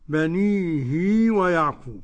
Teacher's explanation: قرأ ابن كثير بصلة الهاء حركتين